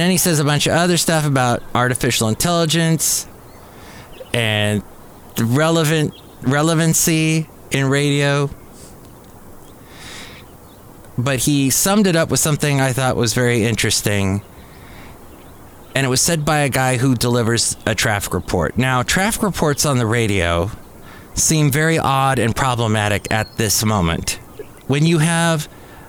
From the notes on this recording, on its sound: podcasts live from Café Anyway